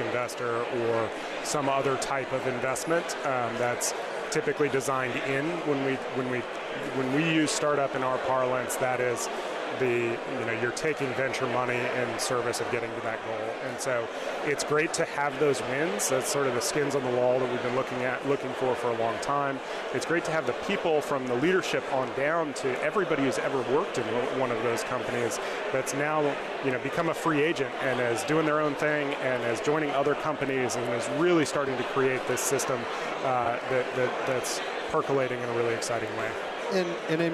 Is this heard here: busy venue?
yes